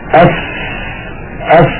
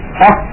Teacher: تستطيع أخي المشاهد في البيت أن تجرب بأن تضع يدك هكذا أمام فمك، أف أف، ستجد بأن هناك هواء يتدفق مع خروج الفاء · Shown in: first take